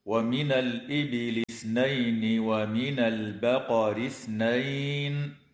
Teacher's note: أما بعد، فقوله تعالى: ومن الإبل اثنين ومن البقر اثنين، لام التعريف في كلمة الإبل وقعت قبل الهمزة فحكمها الإظهار، وكذا اللام في كلمة البقر وقعت قبل الباء فحكمها الإظهار أيضا. ويجب إخراج طرف اللسان عند النطق بحرف الثاء كما في كلمة اثنين